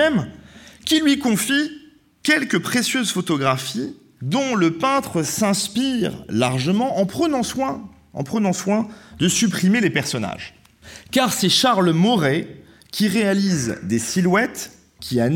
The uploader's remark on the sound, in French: A l'invitation du musée d'Orsay. Enregistrement de la conférence du 5 octobre 2021.